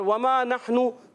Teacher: واو کا مخرج دونوں ہونٹوں کی گولائی، واو پر زبر ہے، حرکتیں نہیں کھینچیں گے